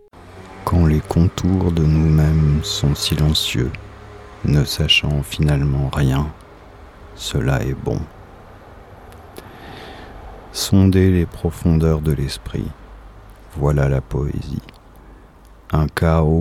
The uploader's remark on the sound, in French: Enregistré sur le balcon, d'où les bruits ambiants.